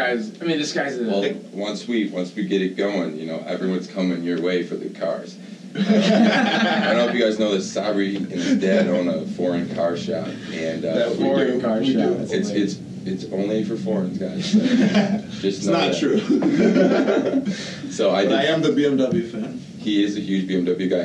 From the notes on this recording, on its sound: We apologize for the audio quality of this episode as we had some techincal difficulties